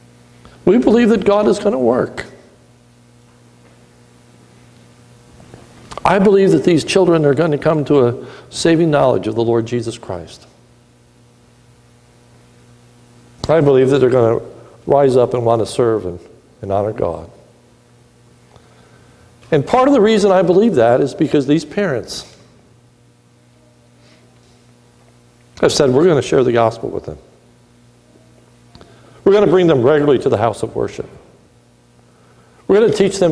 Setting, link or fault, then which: setting, large echoing room